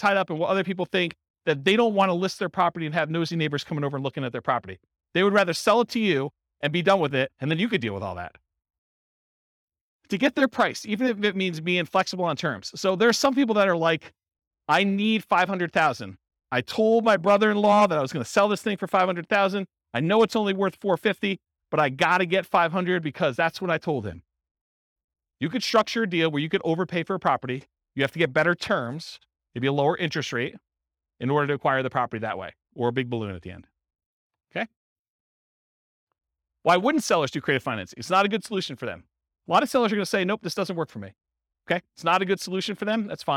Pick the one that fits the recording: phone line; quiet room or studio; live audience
live audience